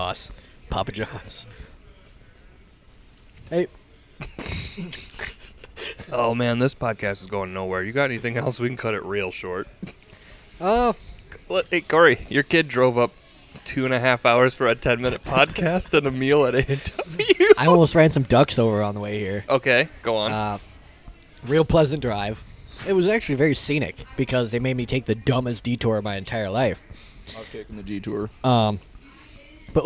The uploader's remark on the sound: Live at A&W